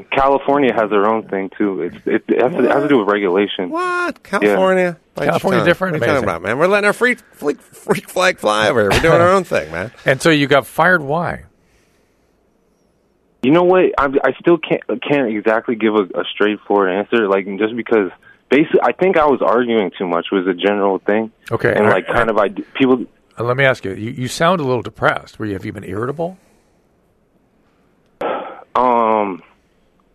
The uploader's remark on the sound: going straight to the phones and speaking to a variety of callers